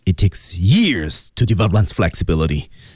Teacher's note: 而且由于他强调他说的是真理，所以他用的是降调